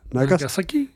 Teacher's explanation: But in Japan, I guess the pitch goes up slightly. Nagasaki. Yeah. · Term: pitch emphasis